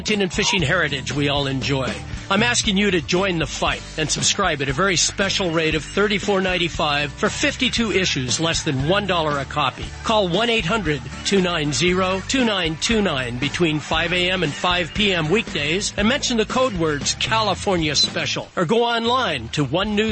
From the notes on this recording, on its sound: Live at the WWBT ProAm at Lake Shasta